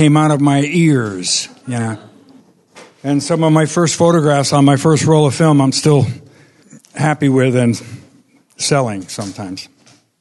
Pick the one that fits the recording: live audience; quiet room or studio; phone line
live audience